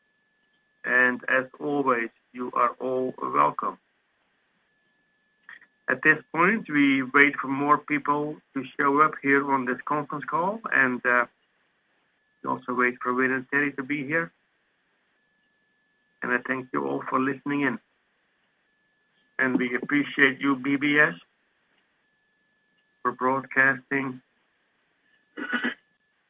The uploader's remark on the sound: Conference Call LIVE, April 25, 2022